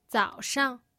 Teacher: Note, again, the second syllable has no tone.